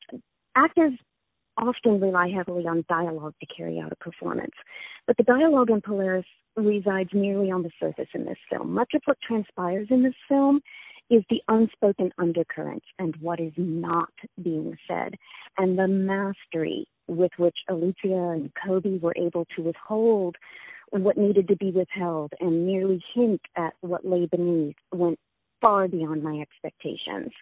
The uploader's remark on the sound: On the phone.